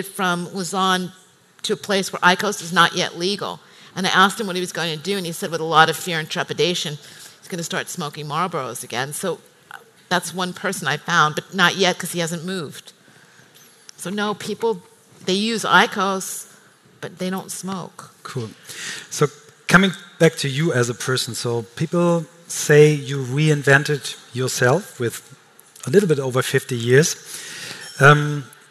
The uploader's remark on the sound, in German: Live vom Emotion Women´s Day 2019.